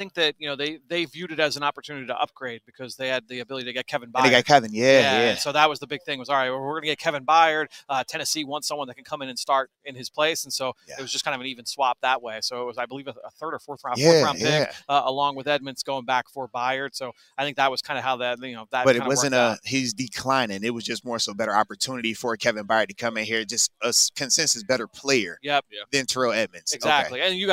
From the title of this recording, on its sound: LIVE from the NFL Combine